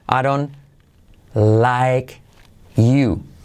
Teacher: La T de don't se omite.